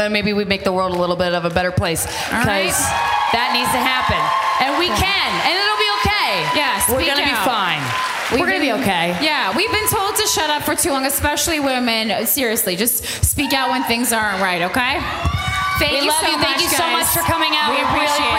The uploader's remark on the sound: Live from Chicago. Live episode. Bring to the stage listeners.